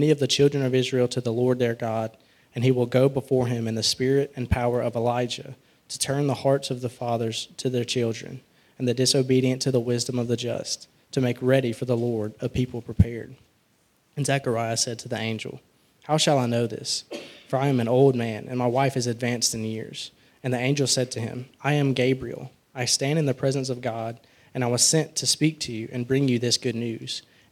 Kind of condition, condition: setting, large echoing room